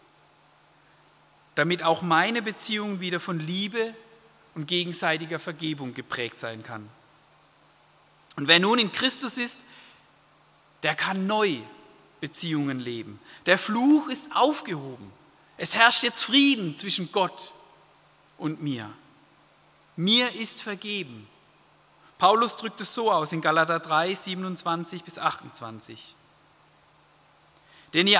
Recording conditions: large echoing room